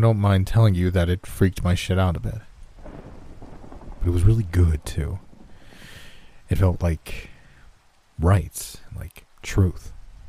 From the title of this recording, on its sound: NoSleep Horror Stories w/ Rain & Thunder Sounds